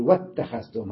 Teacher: حذفت الهمزة في اللفظ